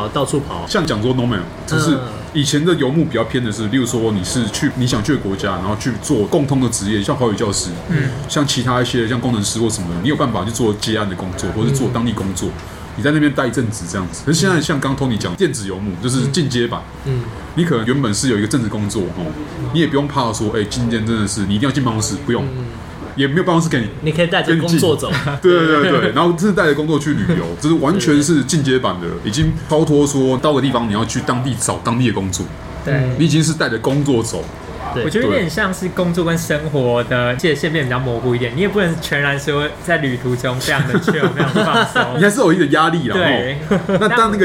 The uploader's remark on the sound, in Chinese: 本集白噪音指數：蚊風級 1/5。錄音地點： BUZZ Cafe & Beer。